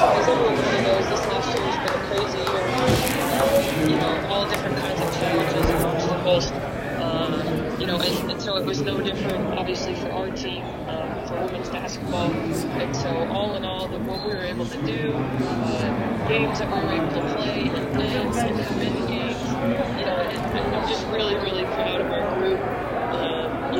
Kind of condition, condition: setting, busy venue